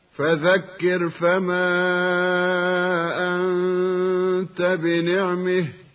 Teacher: أما الكسائي فبالهاء مع إمالة الميم قبلها